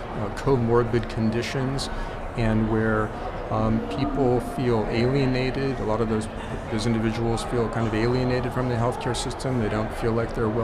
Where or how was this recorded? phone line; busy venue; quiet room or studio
busy venue